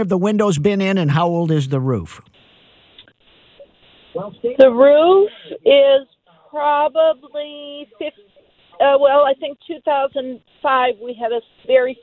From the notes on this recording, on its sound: Takes and answers your phone calls.